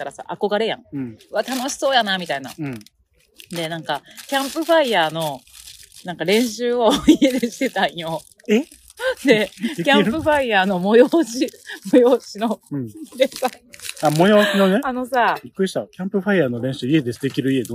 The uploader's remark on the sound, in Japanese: 六甲ミーツアートに行っていきました〜。初のお外収録。生で撮ったネイチャーなジングル。